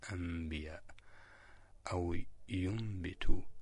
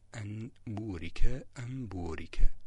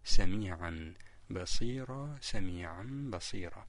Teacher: إقلاب النون الساكنة أو التنوين إلى ميم بسبب مجيء الباء بعدهما، فيكون أسهل باعتبار أن الميم والباء كلاهما من مخرج واحد.